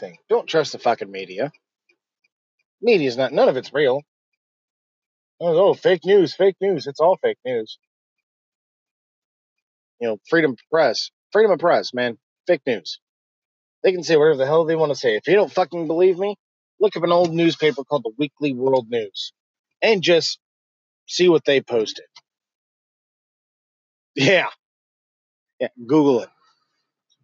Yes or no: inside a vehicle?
yes